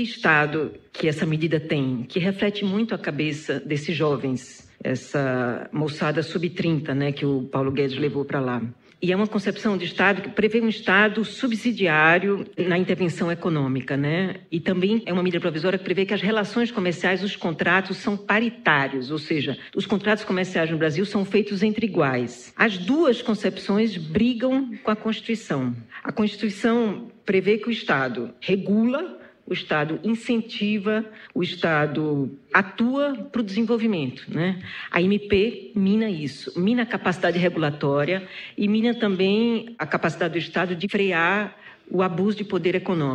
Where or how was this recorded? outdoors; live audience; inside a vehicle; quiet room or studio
live audience